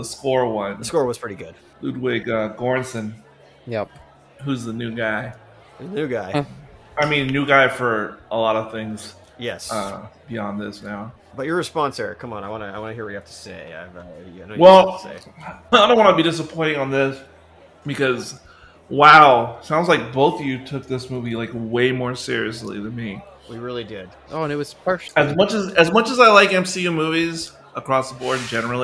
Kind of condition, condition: setting, live audience